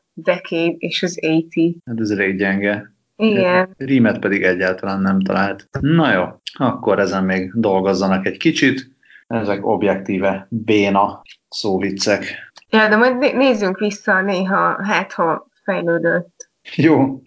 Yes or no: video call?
yes